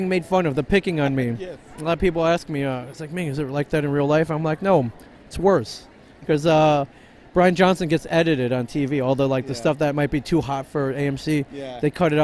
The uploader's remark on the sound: Recorded in 2017 at Rose City Comic Con in Portland Oregon